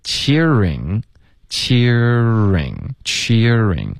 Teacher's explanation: cheer 结尾有一个 r 的音然后直接嘴唇就撅起来发 ring